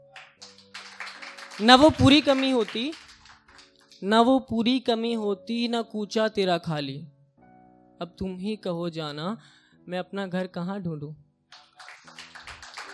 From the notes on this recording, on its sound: the best audio performances from our weekly poetry events